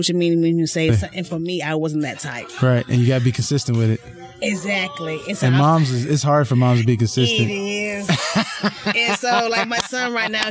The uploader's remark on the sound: LIVE FROM THE M.A.C. Comedy Show, Sounds and interview with a old childhood neighborhood friend.